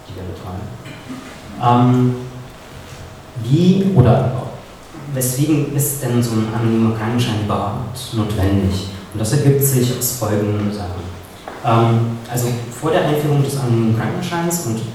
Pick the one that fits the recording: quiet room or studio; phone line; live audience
live audience